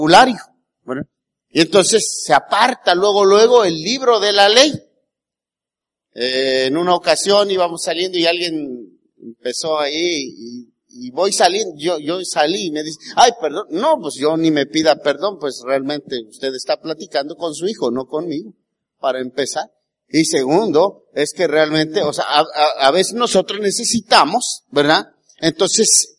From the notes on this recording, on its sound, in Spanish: Grabada el día 19 de Agosto del 2018 en la Iglesia Bautista el Cristo.